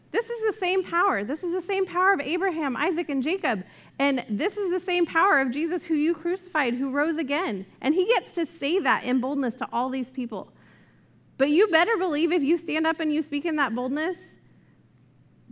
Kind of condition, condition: setting, live audience